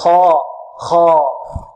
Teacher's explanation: الخاء مخرجها الحلق، من أدنى الحلق